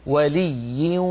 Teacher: ننطق واو ومعها غنة